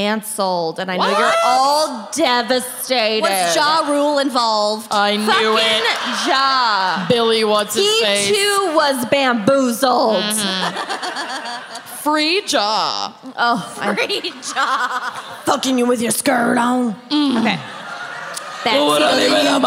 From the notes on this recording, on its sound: Music Fest Mishaps (Austin LIVE).